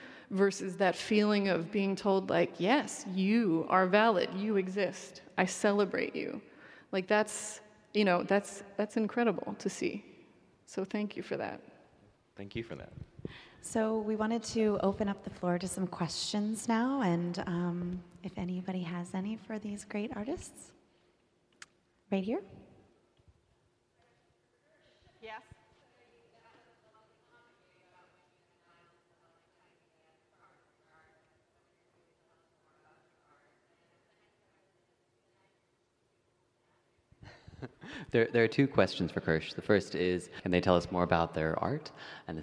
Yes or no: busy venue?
yes